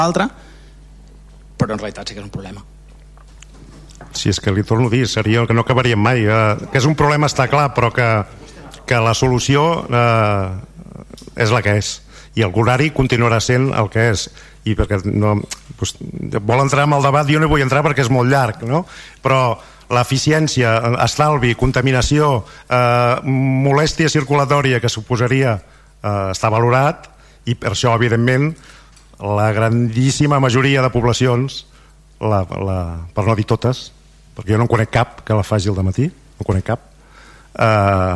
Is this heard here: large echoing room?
yes